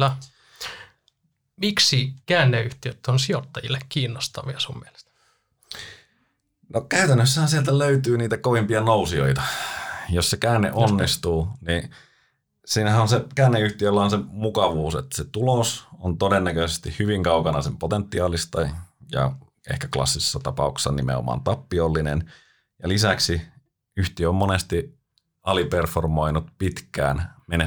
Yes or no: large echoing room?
no